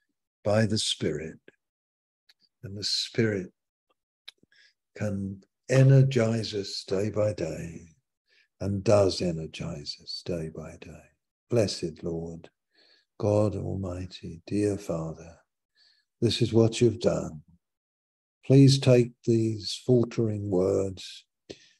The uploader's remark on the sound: Malaysia Meets (Zoom)